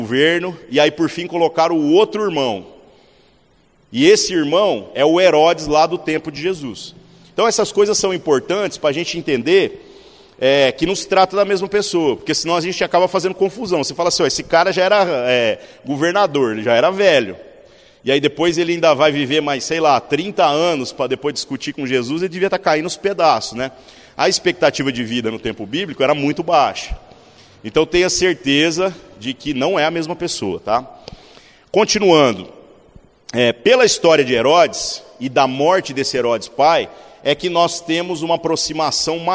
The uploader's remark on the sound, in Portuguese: Culto semanal de exposição Bíblica. Na Igreja Sal da Terra - Manifesto, em Uberlândia-MG.